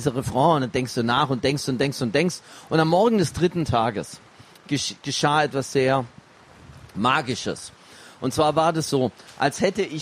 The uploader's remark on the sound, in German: live vom ZFR